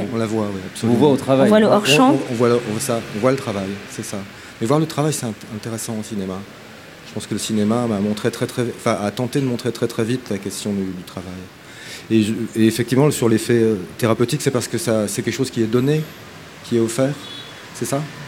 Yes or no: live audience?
yes